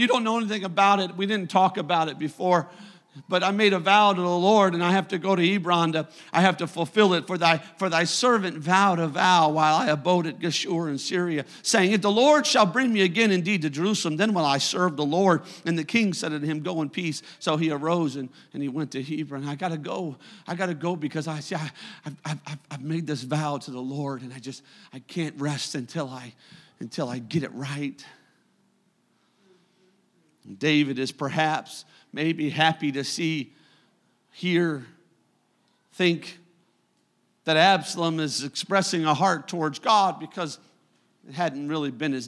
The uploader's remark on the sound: a service recording from Connect Point UPC